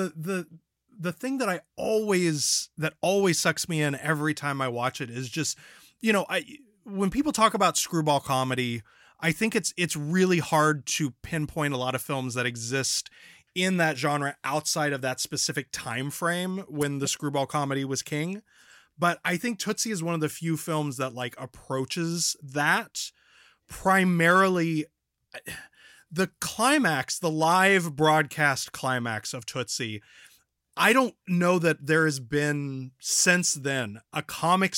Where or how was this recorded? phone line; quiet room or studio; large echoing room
quiet room or studio